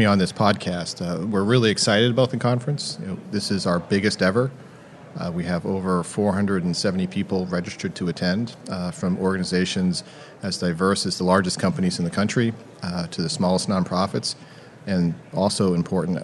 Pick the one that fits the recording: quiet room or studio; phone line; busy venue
busy venue